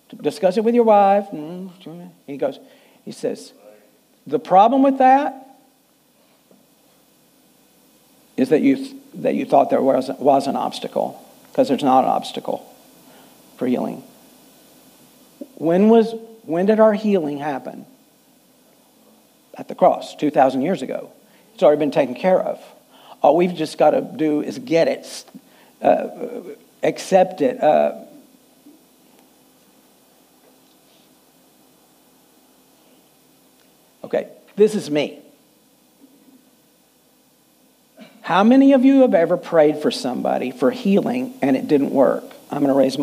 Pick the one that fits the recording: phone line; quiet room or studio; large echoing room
large echoing room